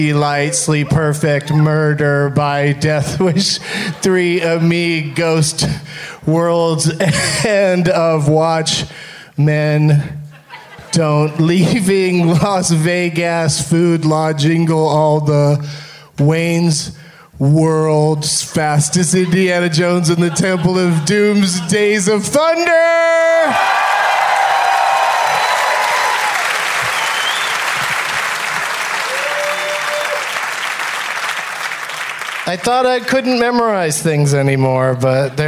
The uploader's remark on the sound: From the Bumbershoot Festival in Seattle